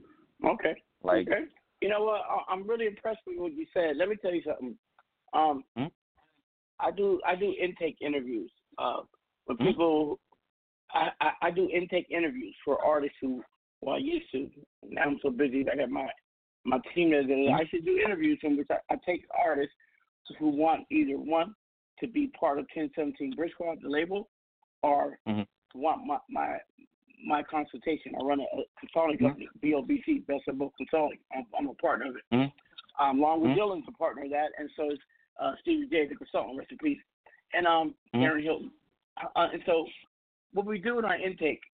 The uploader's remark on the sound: We have invited various people to call